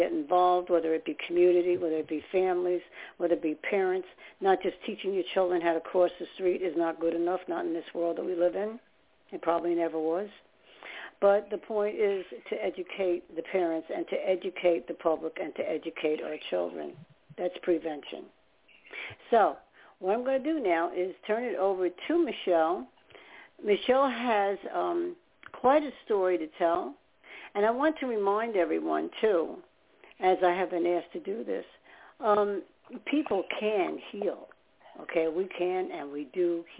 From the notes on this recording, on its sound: Those who call in will form a panel who'll describe, and be critical of, NAASCA's tools, programs, services.